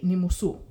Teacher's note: if you're speaking directly to your grandfather, again, you don't say nimusum, you say nimusu. You just leave off the last sound. · Term: vocative form